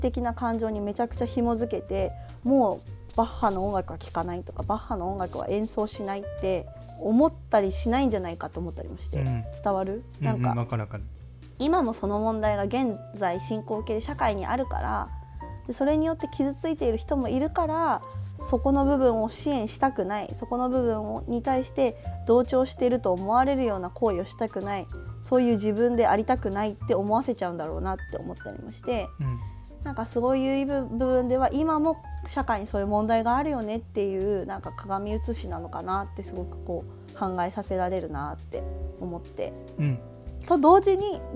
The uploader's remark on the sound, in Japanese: 収録時のミスで衣擦れ音が入っております。